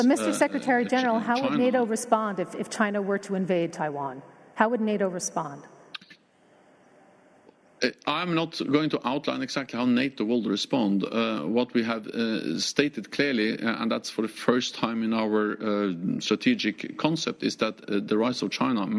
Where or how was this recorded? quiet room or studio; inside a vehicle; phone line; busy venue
busy venue